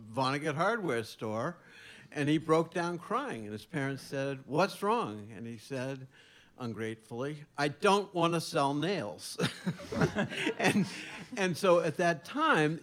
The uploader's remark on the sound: Recorded live at The Jazz Kitchen in Indianapolis.